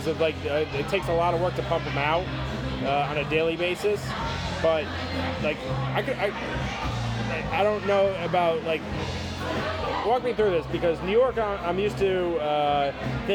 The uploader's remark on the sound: Saturday night at a brewery with live music